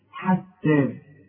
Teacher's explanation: التاء مرققة والحاء برضه مرققة